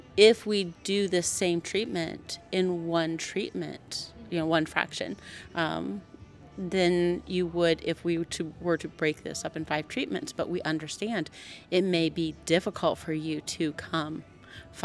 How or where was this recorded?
busy venue